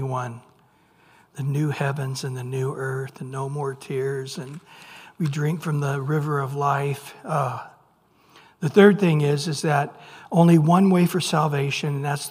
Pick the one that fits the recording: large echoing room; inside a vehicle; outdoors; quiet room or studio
large echoing room